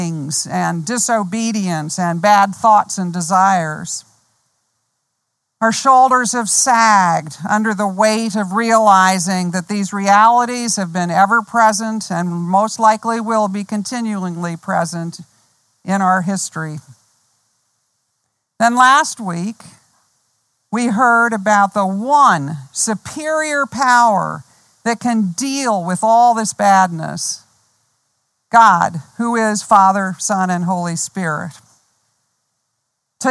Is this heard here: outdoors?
yes